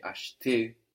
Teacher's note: So this is spelled A-C-H, no, which gives us sh, E-T-E-R. And that middle E, that E in the middle, is a bit swallowed. It's very weak, depending on the dialect and the speed of the sentence and, you know, what words are surrounding it.